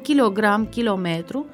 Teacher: E o consoană ocluzivă, scurtă și surdă